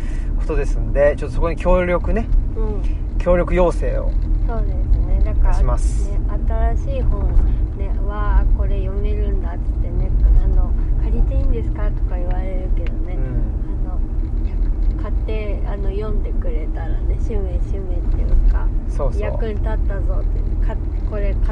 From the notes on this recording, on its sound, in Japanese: 最近のお気に入り、奥伊勢でのドライブ中に収録。